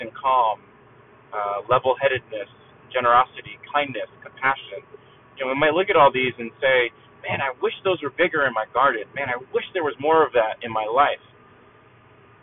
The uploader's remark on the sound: thanks for sitting through the car audio quality